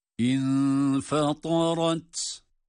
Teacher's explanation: Hem ihfa var, infe, ihfa var ama İnfatarat derken burada infatara, tara, ta harfi kalın. Fatara, ta, ta değil.